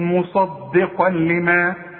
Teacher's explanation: واللام ادغام كامل بدون غنى